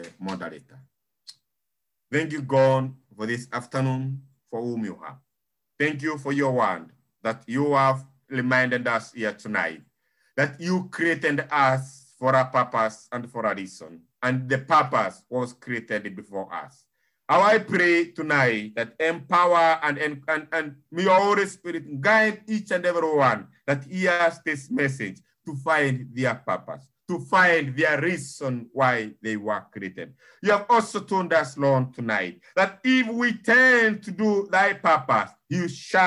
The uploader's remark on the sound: Thank you for praying and joining Living Effectively zoom meeting. To hear our children reading the scriptures is a blessing.